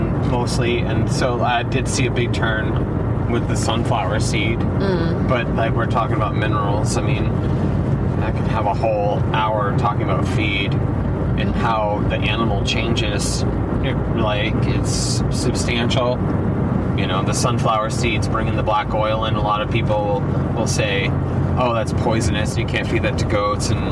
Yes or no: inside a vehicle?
yes